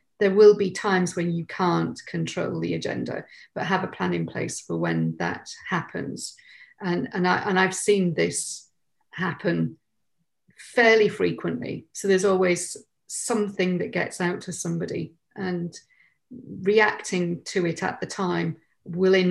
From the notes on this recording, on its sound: In this web chat (panel discussion).